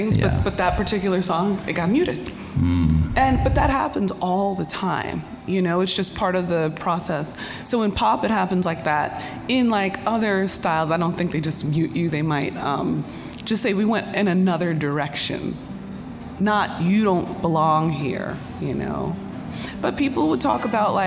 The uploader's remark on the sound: Live at Big Ears Festival